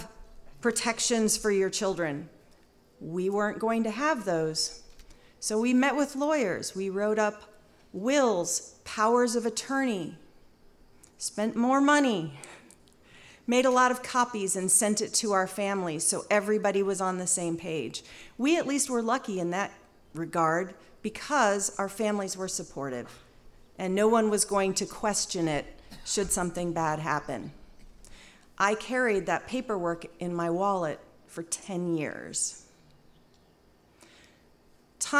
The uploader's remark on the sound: Told live on stage and without notes.